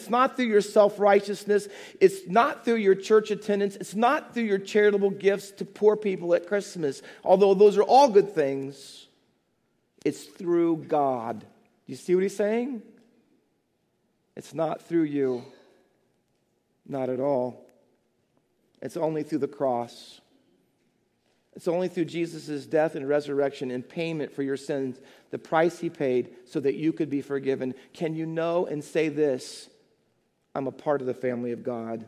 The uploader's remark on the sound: Faith Baptist Church in Hamilton, NJ.